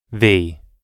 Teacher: It's very slight, but the American one might have just a sliver of a longer E sound and maybe just the hint of an S sound in there. Just a little wisp of one.